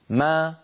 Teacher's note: فبتباعد الشفتين خرجت الميم وبتباعد الفكين خرجت فتحتها · Term: ميما متحركة